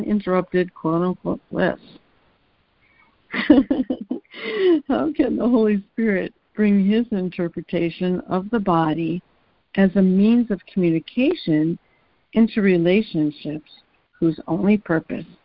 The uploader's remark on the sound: ACIM Daily Conference Call